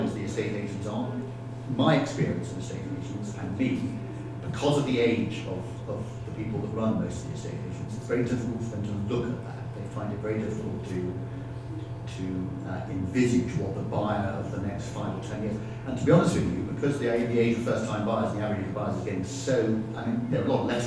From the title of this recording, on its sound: Live From IUC EMEA